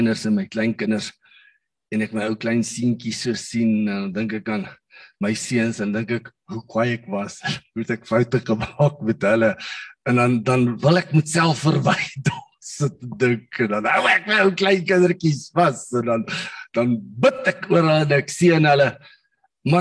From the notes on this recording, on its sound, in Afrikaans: Manne van die Woord Zoom Byeenkoms